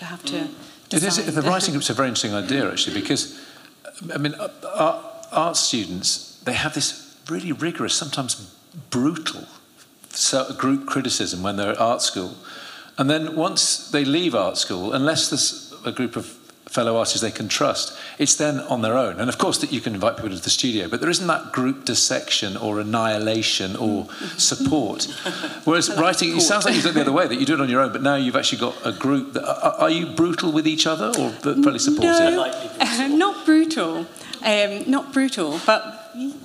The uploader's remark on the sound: Royal Academy of Arts. The winning story was announced and narrated at a special live event.